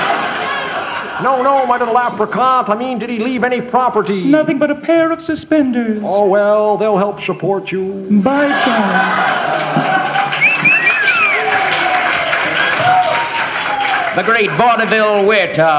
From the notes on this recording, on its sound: Live At The Ash Grove